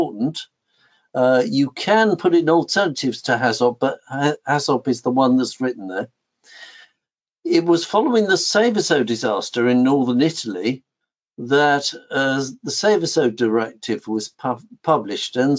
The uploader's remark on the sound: WEBINAR RECORDING